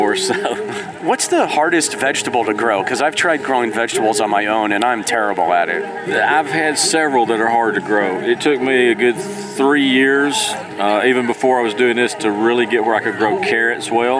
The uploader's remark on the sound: On this episode, we took a trip to the Cartersville Farmer's Market. You'll hear the sounds of a bustling farmer's market.